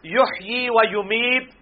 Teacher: یحیی و یمیت، لوگ کیا پڑھتے ہیں، یحیی و یمیت، یحیی و یمیت نہیں ہے، یحیی ہے، یا کھڑی زیر ہے، ایک الف کھینچا جائے گا